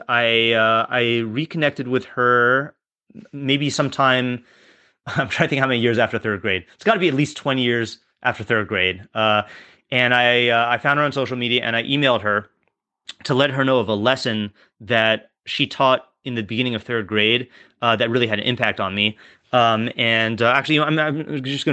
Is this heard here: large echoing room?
no